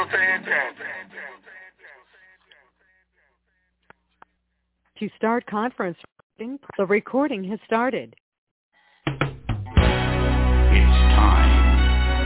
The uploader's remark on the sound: Conference Call